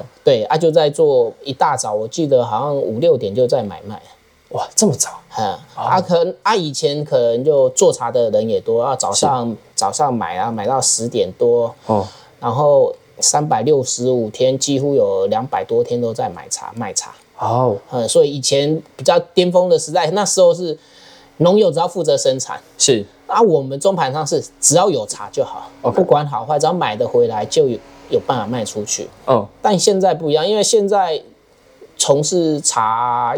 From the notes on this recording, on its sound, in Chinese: 由於錄音地點就在坪林主要幹道旁，多有環境音還請見諒。